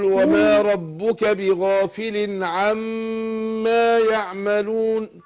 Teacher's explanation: الميم المشددة بنديها غنة حركتين